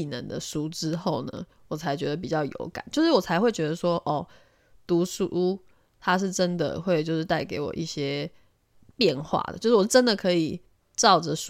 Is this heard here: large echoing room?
no